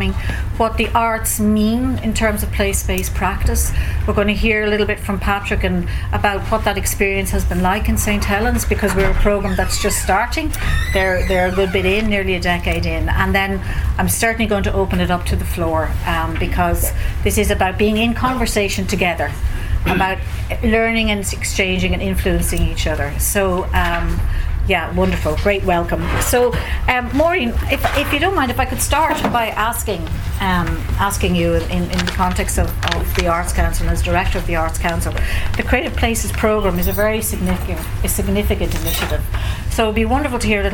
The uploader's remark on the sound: The front bar in Reapy’s was packed to the rafters at lunchtime on April the 6th, for our very first live in-person Ory’Sta. From Tuam and beyond. No longer confined to a Zoom screen, we were thrilled to welcome artists and community members to discuss creative place making.